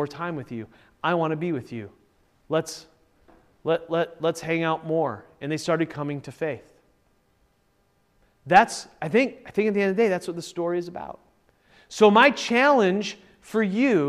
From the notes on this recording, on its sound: Originally recorded at Peace Presbyterian Church in Flint, MI.